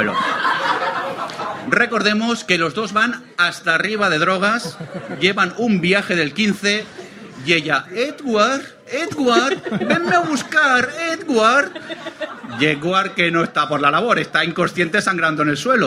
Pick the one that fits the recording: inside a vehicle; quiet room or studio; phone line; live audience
live audience